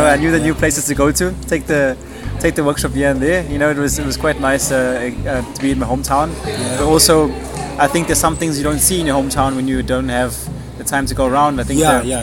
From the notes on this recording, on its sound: brought to you live from Vida E Caffe in Rondebosch